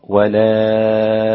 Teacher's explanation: ورش قرأ بالمد قبل الهمز مع ترقيق الراء